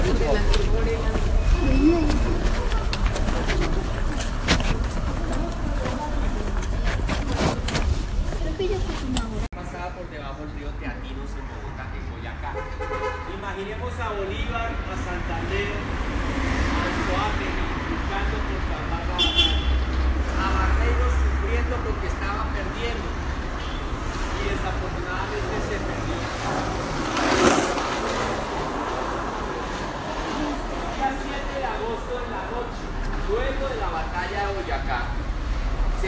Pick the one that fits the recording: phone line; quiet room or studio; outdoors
outdoors